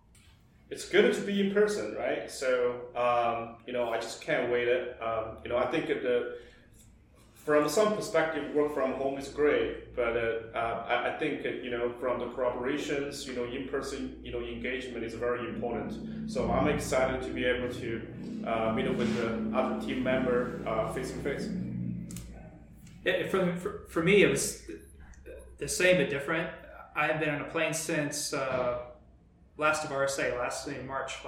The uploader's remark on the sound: Several of us met up in person to socially distantly record this episode. The audio may have more echoes and volume variance than normal due to the space we reserved to record the podcast.